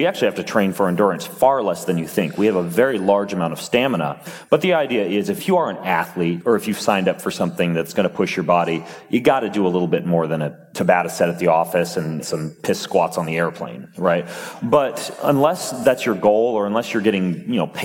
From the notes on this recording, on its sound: on stage at Mindvalley University Tallinn